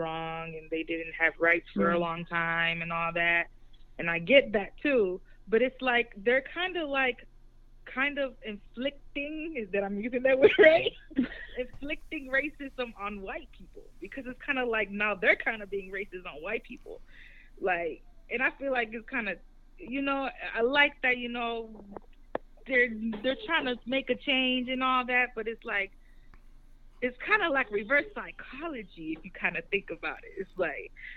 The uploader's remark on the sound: Live phone interview.